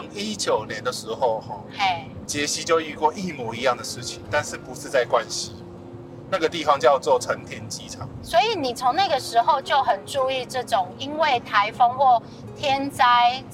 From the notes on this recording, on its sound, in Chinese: 本集因為在高速公路邊聊天邊錄音。背景噪音已經做過相對應處理，但還是沒辦法跟其他集數相比。